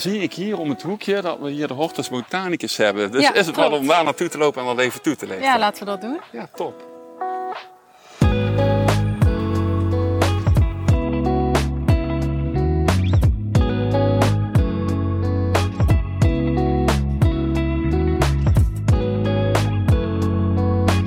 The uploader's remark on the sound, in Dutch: Tijdens een inspirerende wandeling door de historische en mooie stad Leiden. Onze allereerste Bouw Vakidioten Walking Podcast is dus een feit! We staan stil bij een aantal prachtige historische bezienswaardigheden zoals de Rembrandtplaats, het instituut voor de Nederlandse taal en het academiegebouw van de Universiteit vlakbij de Hortus botanicus.